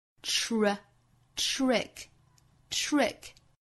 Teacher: trick 因为后面有一个小 r 的音，所以我们一定要有一个 ch 向 r 的过渡